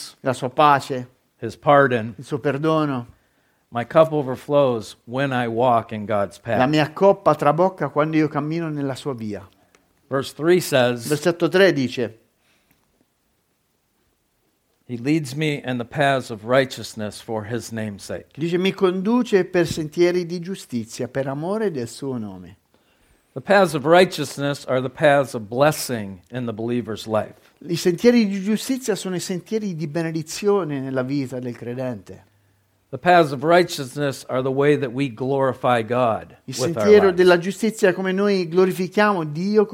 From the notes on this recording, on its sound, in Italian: Registrata presso il Centro Evangelico Battista di Perugia il 9 Ottobre 2022.